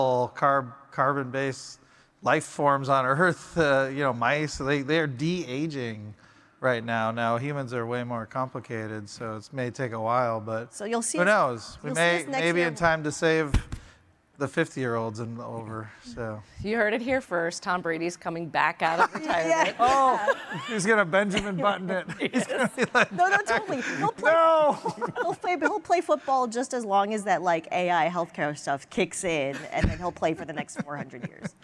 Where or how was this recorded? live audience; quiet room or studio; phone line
live audience